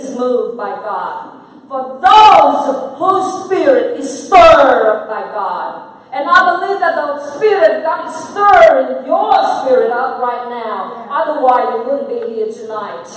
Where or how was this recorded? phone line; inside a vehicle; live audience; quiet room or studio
live audience